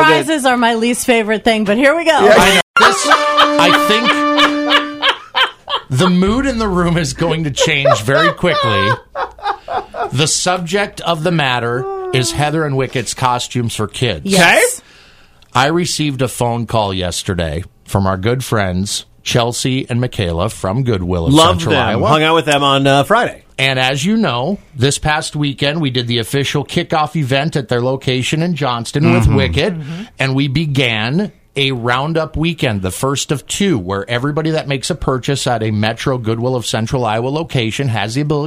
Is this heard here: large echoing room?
no